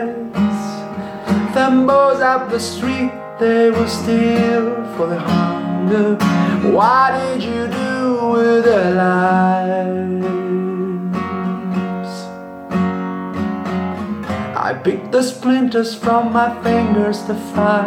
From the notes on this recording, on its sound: Here's a bunch of songs I've recorded during these last years through my smartphone, just for fun. Home recording only, no mix, no further post-production, just lo-fi acoustic recordings.